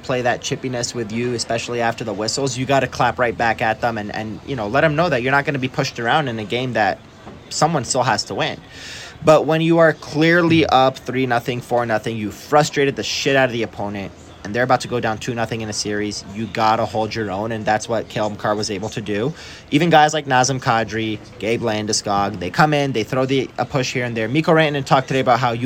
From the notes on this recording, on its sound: quick hit post-game live from Ball Arena edition of Hockey Mountain High